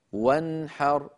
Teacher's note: نرى مثال الحاء في النون الساكنة قوله تعالى وانحر، نون ساكنة بعدها حاء ولا زيادة في زمنها · Term: إظهار